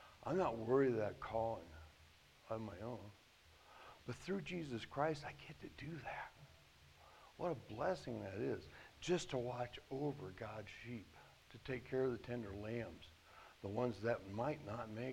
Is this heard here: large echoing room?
yes